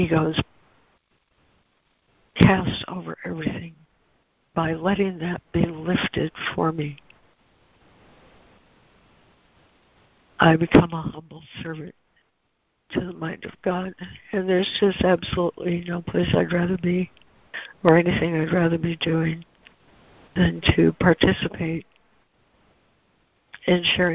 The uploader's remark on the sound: ACIM Daily Conference Call